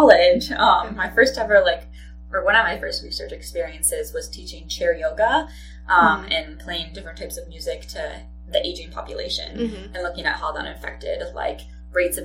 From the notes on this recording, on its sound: the audio unfortunately is not the best